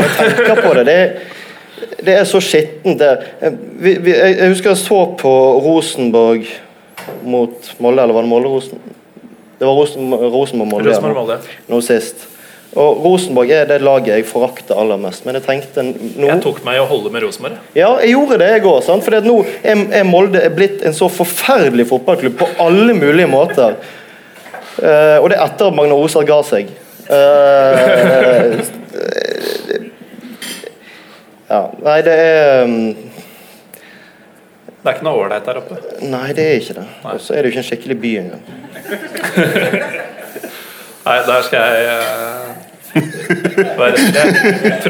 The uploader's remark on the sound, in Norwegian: Opptaket fra vår live-debut på Bergen offentlige bibliotek. Alle som møtte opp denne kvelden!